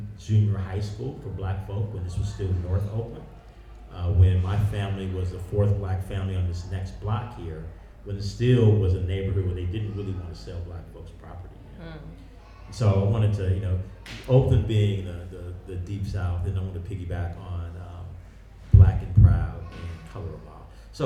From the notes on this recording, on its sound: This conversation took place on September 30, 2023 at the West Oakland Cultural Action Network’s Land is Liberation Festival in the Storytelling Pavilion.